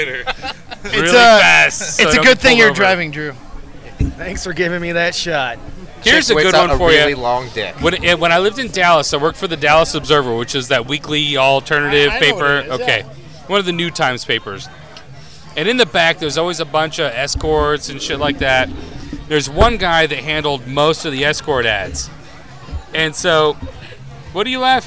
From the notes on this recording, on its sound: At Bender Bar & Grill. The guys at Bender kept feeding us shots and beers. We end up with about 8 drunk idiots trying to use 4 microphones and even get strangers to join us. Then we're too drunk to record anymore so we decide to jump a fence to go swimming somewhere. Good luck making it through the horrible editing in this one.